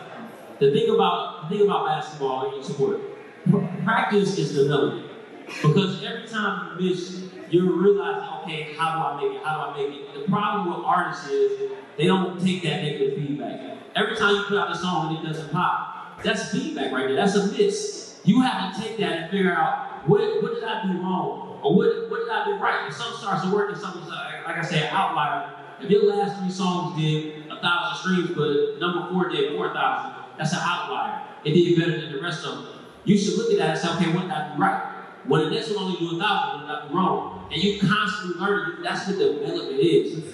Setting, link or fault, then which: setting, live audience